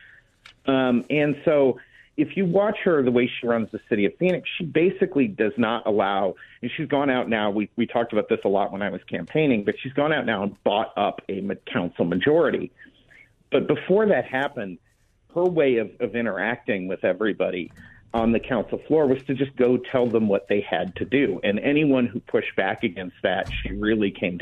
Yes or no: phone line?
yes